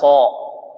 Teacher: نعم، عندنا حلك أعلى فيرتفع أقصى اللسان إلى الحنك الأعلى · Term: الاستعلاء